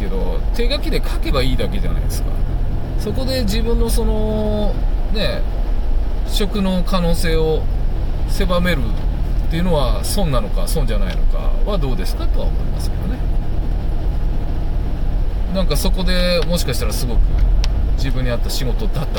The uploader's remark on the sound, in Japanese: 運転中。夜の車の中でなんかちょっとアツくなっちゃいました。